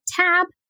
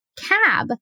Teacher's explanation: That N sound is the same, but our front sounds are different, right? Our T goes up. Our tongue goes up behind our teeth, and for cab, right, our sound is in our throat and our tongue does not go up like that.